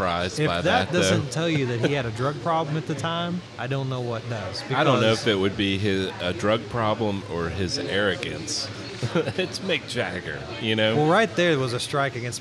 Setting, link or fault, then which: setting, busy venue